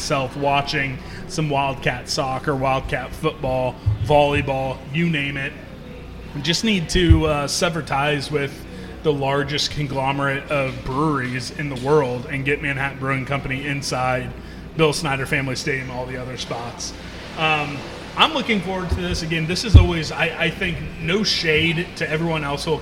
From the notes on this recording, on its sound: LIVE from Manhattan Brewing Company. The greatest brewery in the state of kansas.